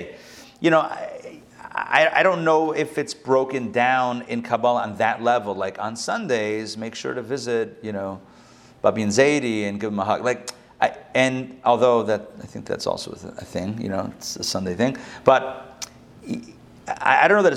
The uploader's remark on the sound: Recorded live at the Intown Jewish Academy on April 10, 2022